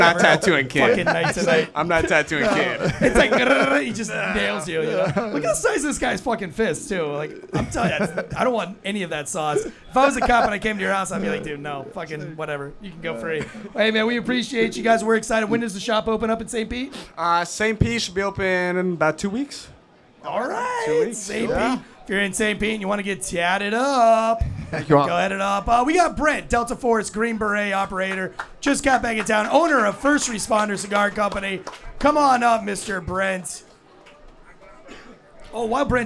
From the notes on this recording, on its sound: We are joining you guys LIVE this week for the big Failure to Stop Meetup & Valor Bare Knuckle fight event.